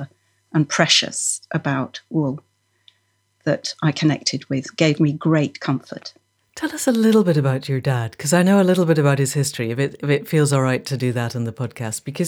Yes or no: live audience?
no